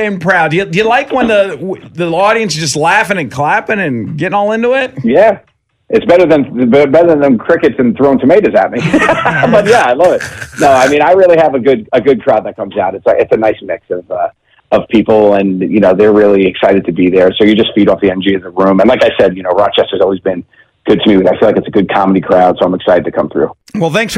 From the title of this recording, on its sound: called into the BMCC